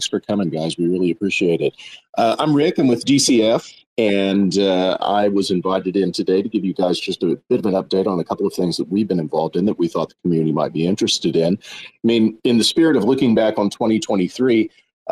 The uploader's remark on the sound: Agoric Community Call